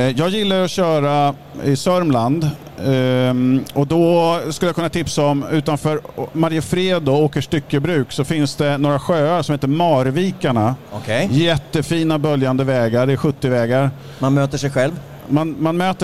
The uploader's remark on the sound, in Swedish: Live från MC-mässan i Stockholm. Tillsammans med tusentals besökare sänder vi Knutterspodden live från Indians utställningsmonter.